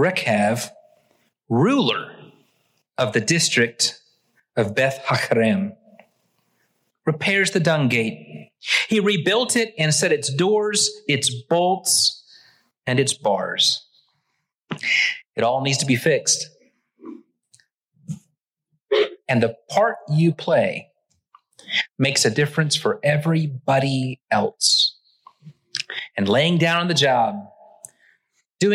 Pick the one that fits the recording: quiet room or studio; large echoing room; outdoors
large echoing room